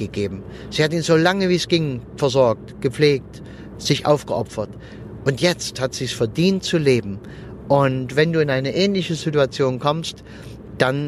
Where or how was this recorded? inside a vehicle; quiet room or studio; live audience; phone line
inside a vehicle